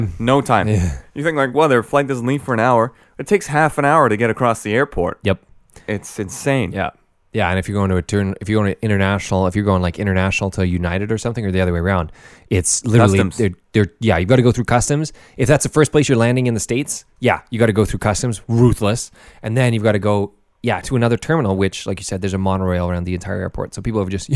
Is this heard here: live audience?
no